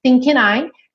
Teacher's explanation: naturalmente você vai juntar, né? N, que é consoante, liga com vogal. Início da próxima palavra, normal.